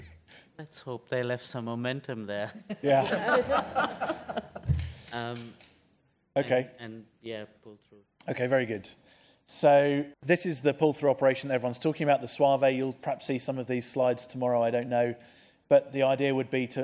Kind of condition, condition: setting, live audience